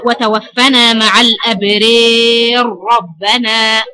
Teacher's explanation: فخلاص بيكون الراء مشددة مفتوحة أي مفخمة، ما بتتأثرش بالإمالة، ما بتبقاش مرققة